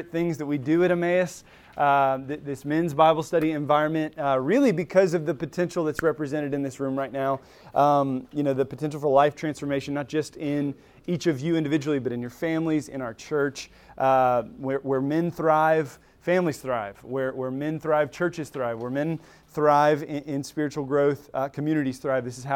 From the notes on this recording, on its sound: Recorded at Emmaus Church in Buford, GA on Wednesday, September 13, 2023.